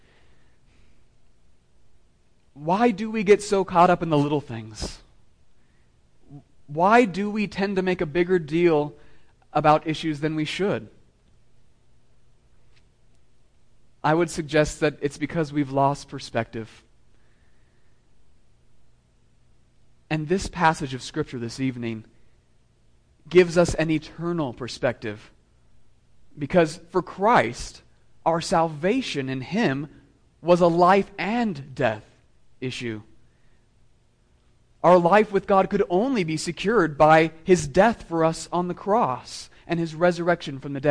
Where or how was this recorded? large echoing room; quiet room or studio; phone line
large echoing room